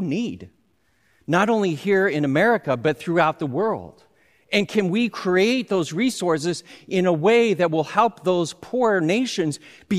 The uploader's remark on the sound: Recorded live at Beatitudes Church, Phoenix, AZ on 07/10/20